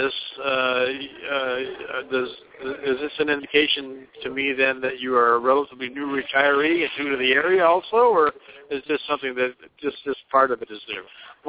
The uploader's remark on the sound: Live From Sun City Arizona - Bell Recreation Center Fun Fair